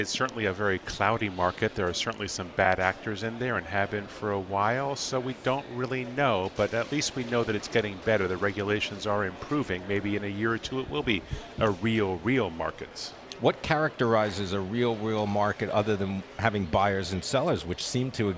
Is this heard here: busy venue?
yes